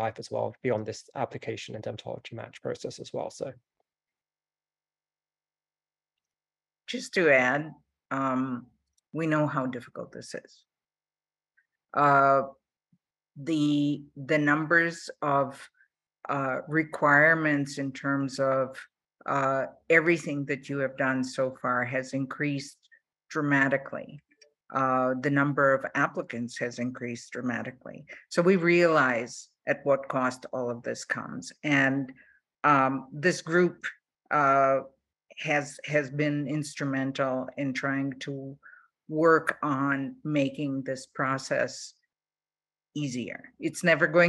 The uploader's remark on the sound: This episode of the DIGA podcast is a recording of the combined DIGA and Association of Professors of Dermatology Webinar held on August 25 of 2022